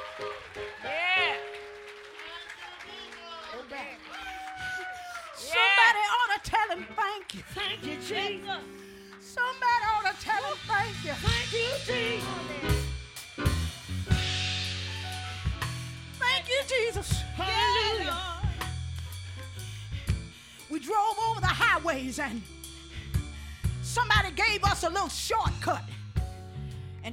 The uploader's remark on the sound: Live at Watermelon Park Fest 2014. At the end of Watermelon Park Fest 2014 in Berryville, Virginia.